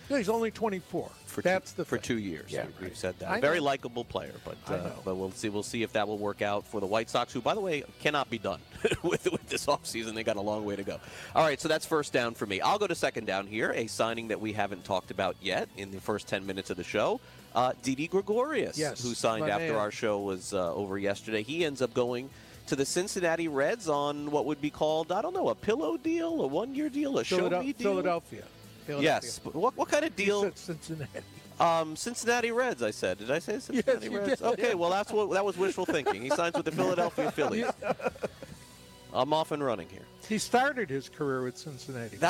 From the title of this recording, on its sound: LIVE FROM THE MLB WINTER MEETINGS